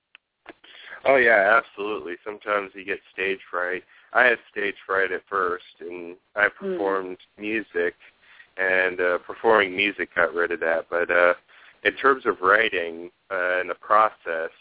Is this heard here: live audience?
no